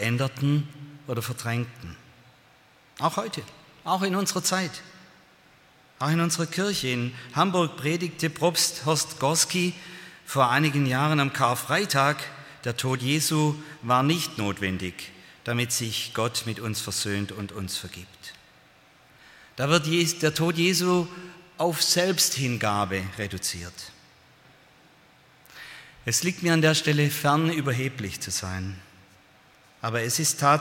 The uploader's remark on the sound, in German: aus dem Gottesdienst der Liebenzeller Mission